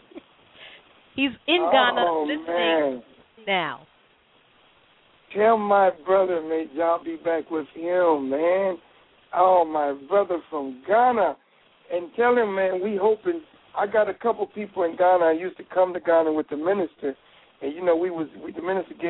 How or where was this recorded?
phone line